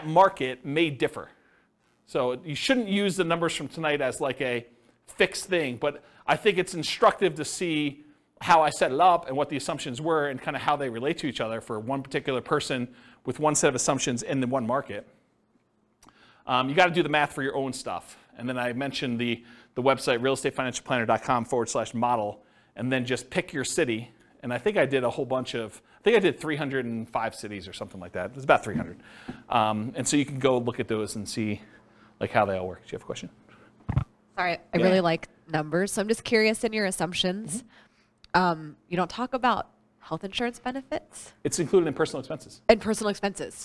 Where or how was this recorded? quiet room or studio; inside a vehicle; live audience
live audience